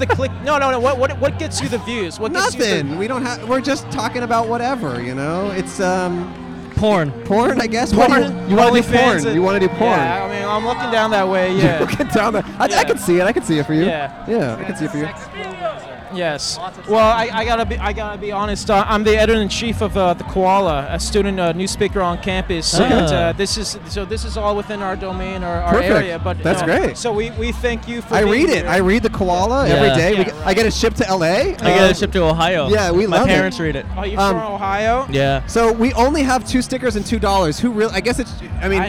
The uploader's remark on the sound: At A College EDM Festival (CHAOTIC). In the loudest episode we’ve ever recorded. A campus bus driver. On RIMAC Field.